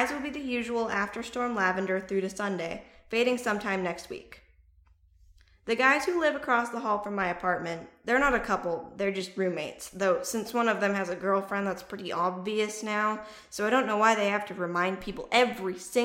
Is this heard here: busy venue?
no